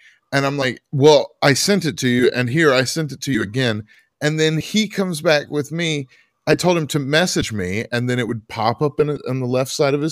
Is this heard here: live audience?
no